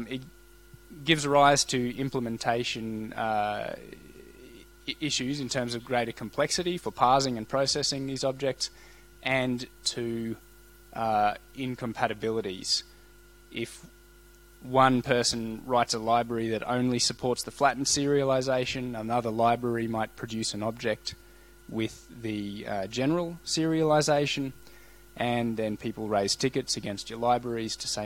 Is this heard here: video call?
no